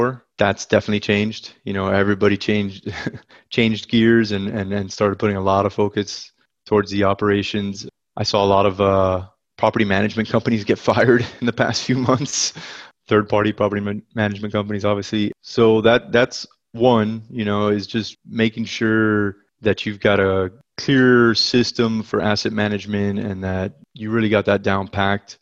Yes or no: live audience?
no